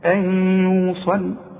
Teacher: ادغام بغنة، وكأن الياء عليها شدة. شوف ان يوصل، شوف ان، واوعى تنسى الغنة بمقدار حركتين.